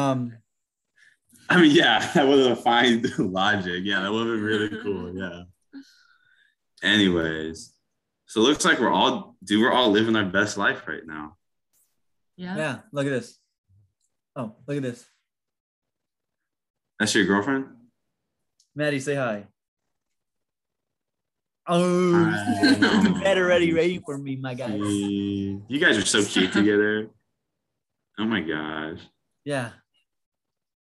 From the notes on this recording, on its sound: Sorry about it being short and poor audio we did it through zoom.